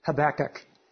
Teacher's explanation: I've been making the pronunciation with the accent on both the first syllable and the second syllable